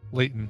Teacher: you don't really pronounce that middle T · Term: the Colorado thing